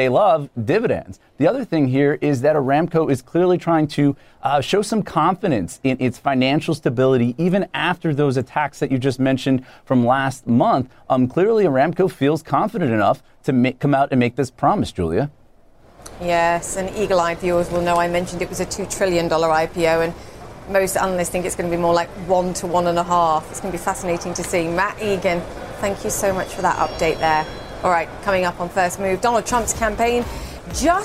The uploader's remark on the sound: live from the New York Stock Exchange